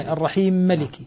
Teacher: أول أصل ورد في الفاتحة اللي هو الإدغام الكبير، اللي هو الميم مع الميم، لا الميم مع الميم، الرحيم ملكي.